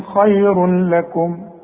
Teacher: احنا بنقول ادغام تدغم التنوين في اللام وما يبقاش عندك غنة بدون غنة · Term: ادغام كامل بدون غنة